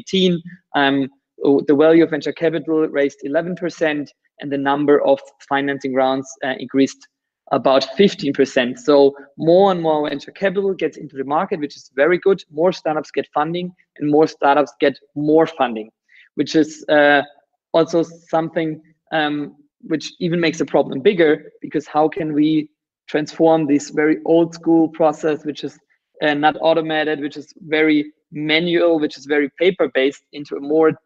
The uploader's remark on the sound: You are listening to the audio track of a video interview conducted via Google Hangouts. The last few minutes of the interviews did not get recorded by the server.